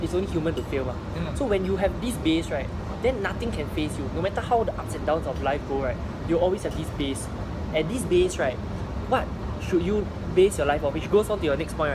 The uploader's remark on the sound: I apologize for the background noise and the poor lighting. Was contemplating about whether I should post this despite the poor quality.